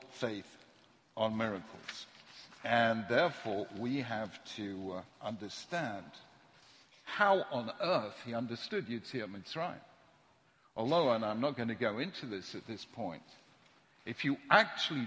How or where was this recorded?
large echoing room